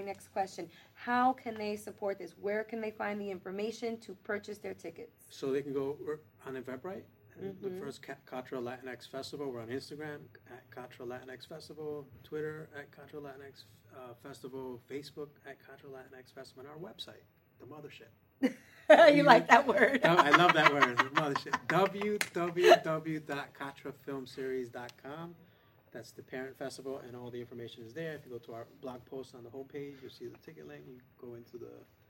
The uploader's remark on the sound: Live from the Regal Essex Crossing movie theatre in NYC. The Katra LatinX Film Festival returns to Regal Essex Crossing in the Lower East Side of Manhattan.